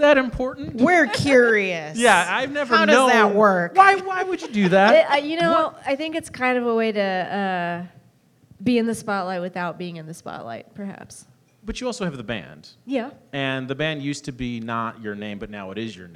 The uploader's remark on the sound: Live at The Whistler